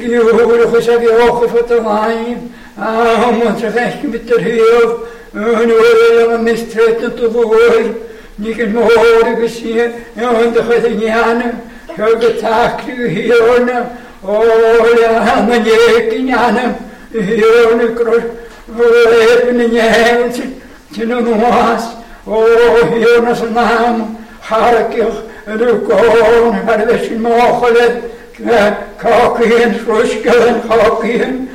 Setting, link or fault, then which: setting, large echoing room